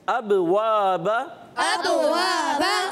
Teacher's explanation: یہ پہلے والا با ساکن ہے، تو کیا کریں گے، قلقلہ کریں گے